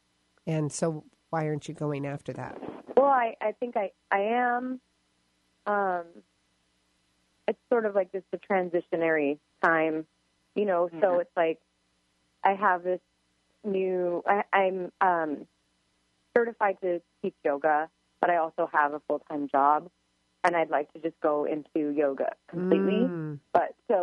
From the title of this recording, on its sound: Call-in Show